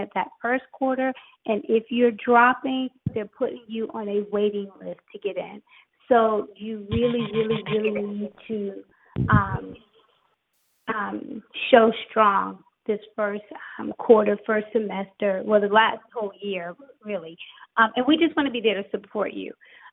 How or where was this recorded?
phone line